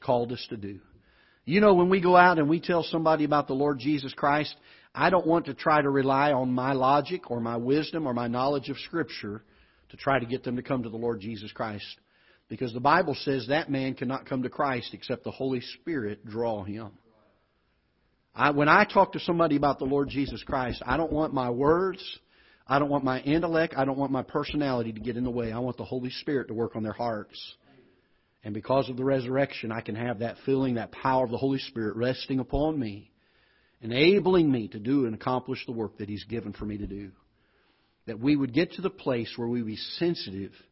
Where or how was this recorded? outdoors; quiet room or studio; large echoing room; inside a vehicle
large echoing room